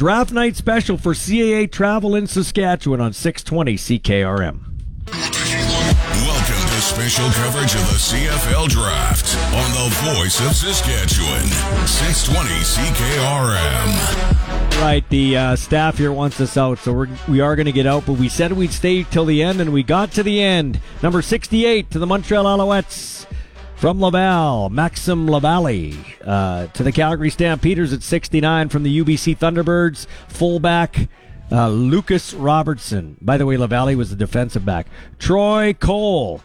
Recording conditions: busy venue